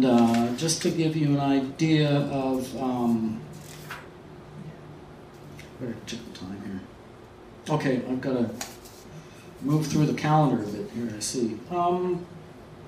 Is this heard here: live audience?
yes